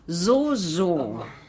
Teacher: Stimmhaftes S am Anfang, wie bei Solar